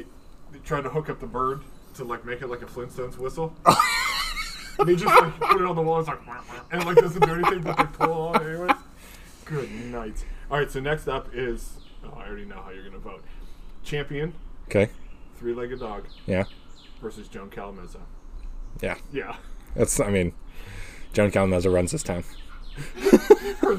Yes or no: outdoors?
yes